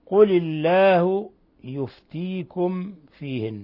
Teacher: ميم ساكنة جاء بعد الفاء الحكم التجويدي إظهار شفوي، بل هو أشد حالات الإظهار الشفوي. ونلاحظ كيف يعني كسرنا اللام لأنه بعدها ساكن همزة وصل تخلصا من التقاء الساكنين، ورققنا لفظ الجلالة قل الله.